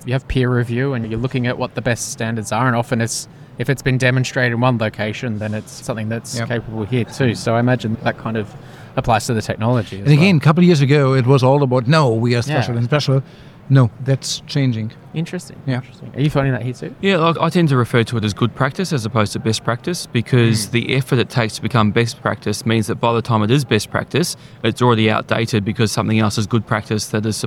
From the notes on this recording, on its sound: In this episode of Talking HealthTech recorded at MEDINFO 2023 in Sydney